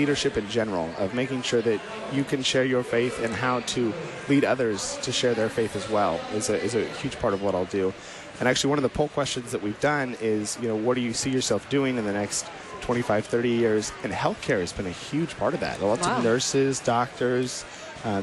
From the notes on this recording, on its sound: Live from the 2019 LCMS National Youth Gathering